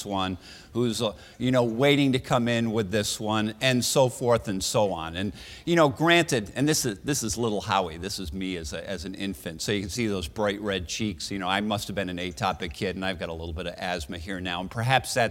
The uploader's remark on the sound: Recorded at the 2013 Summer SDPA Conference in St.